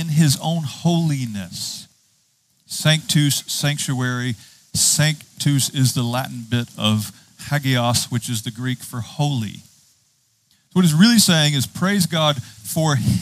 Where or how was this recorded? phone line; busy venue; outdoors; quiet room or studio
outdoors